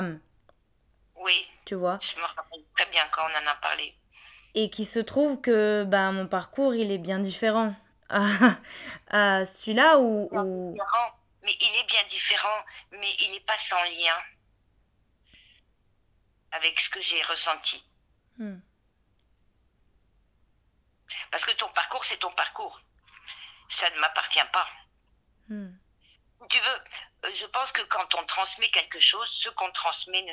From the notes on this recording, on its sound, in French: Cette fois-ci, je lui ai proposé d’enregistrer notre conversation téléphonique.